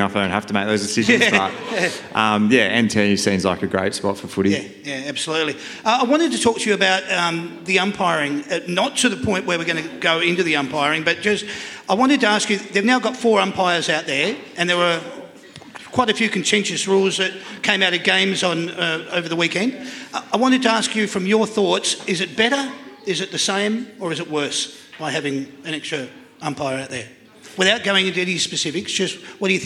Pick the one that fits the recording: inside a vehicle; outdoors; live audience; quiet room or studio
live audience